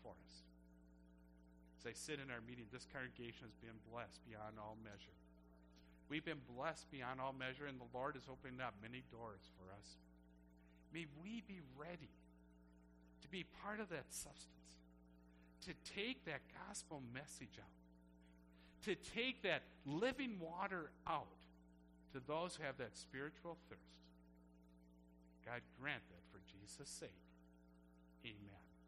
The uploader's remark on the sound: Service recorded at Living Water Lutheran Church, Oshkosh, WI.